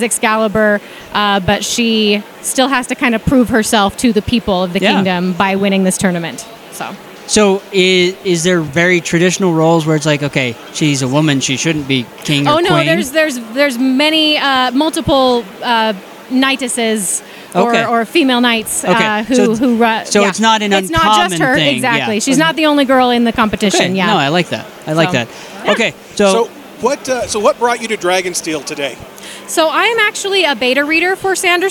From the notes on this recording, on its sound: Author Interviews Live From DragonSteel 2023. We got to sit down with some rather amazing authors.